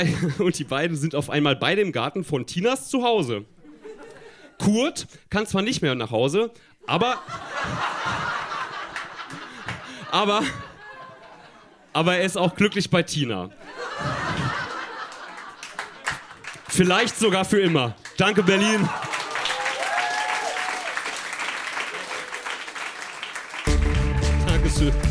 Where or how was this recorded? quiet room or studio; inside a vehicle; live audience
live audience